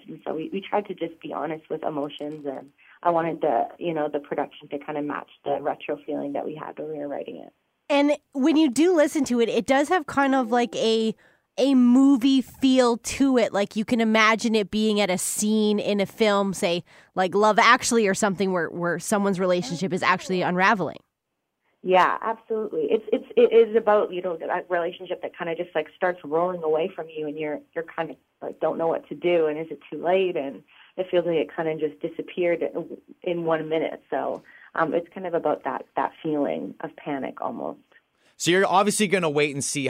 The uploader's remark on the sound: chat on the phone